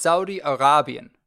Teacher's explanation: The emphasis on the Ra